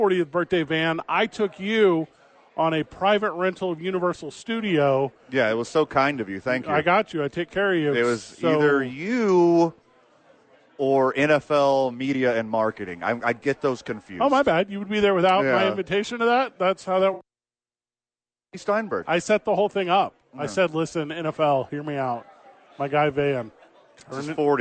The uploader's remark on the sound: live from Sadies to pregame for TNF!